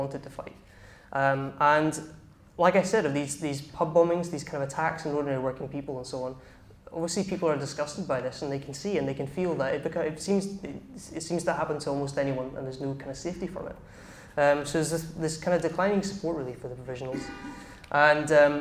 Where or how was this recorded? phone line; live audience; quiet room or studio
live audience